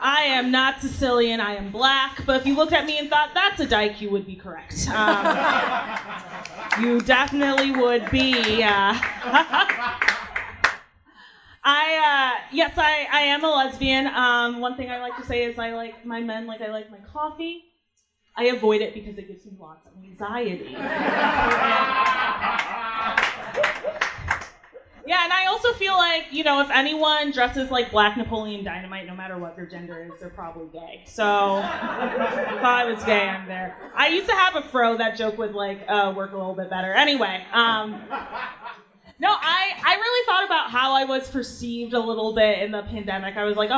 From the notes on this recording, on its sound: Recorded live at the historic Stonewall Inn in Greenwich Village.